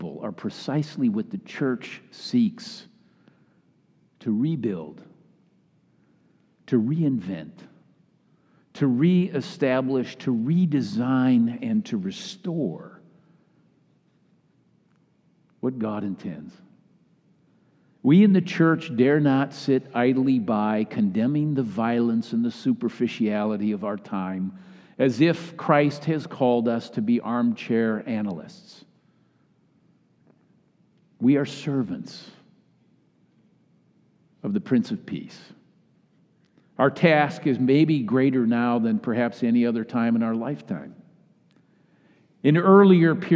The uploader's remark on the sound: Message delivered during the Classic Worship service.